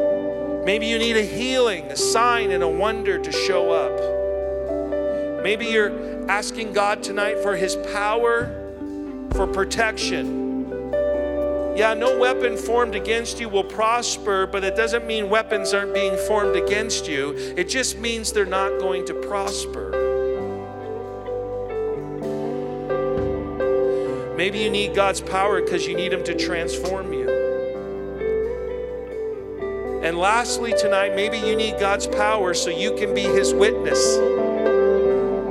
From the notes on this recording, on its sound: at our April 2023 Edmonton Gathering at Ellerslie Road Baptist Church